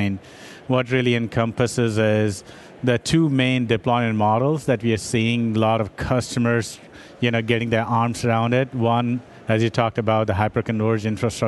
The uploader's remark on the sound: LIVE from Microsoft Ignite in Orlando Florida